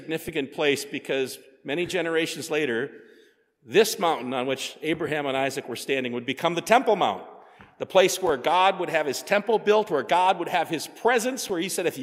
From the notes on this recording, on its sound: sermon preached at Faith on Feb 18, 2024